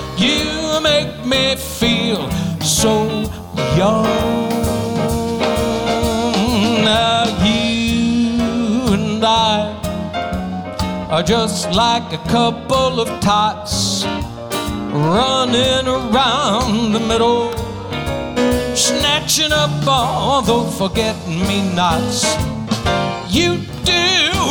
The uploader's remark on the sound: Live at the South Point Casino